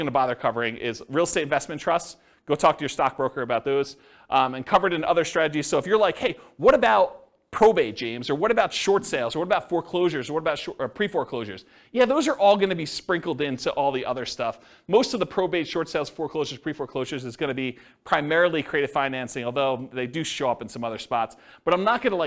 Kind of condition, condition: setting, live audience